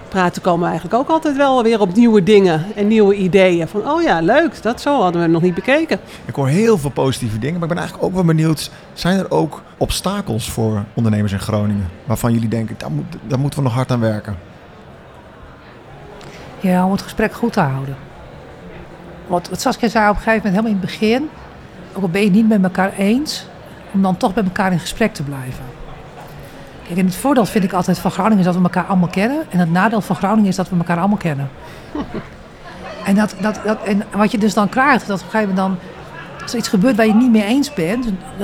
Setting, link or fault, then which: setting, busy venue